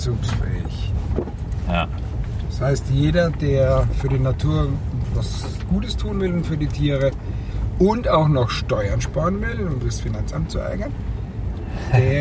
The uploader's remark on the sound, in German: Auf dem Feld mit dem Field Recorder. Ein Podcast war nicht geplant.